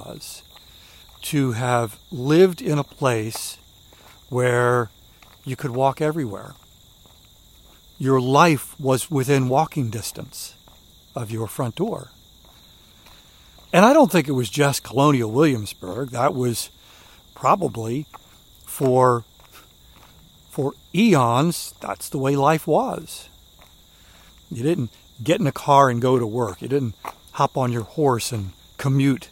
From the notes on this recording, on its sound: During today's ten-minute walk